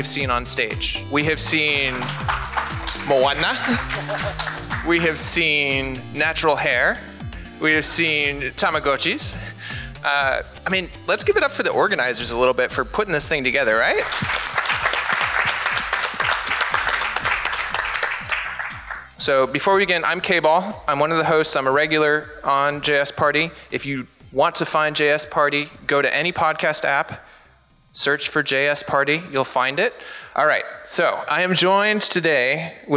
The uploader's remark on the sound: LIVE from JSConf Hawai'i